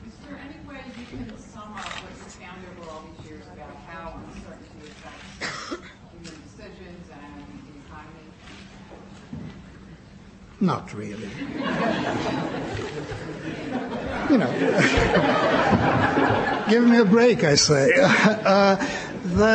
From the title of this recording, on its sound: Press Conference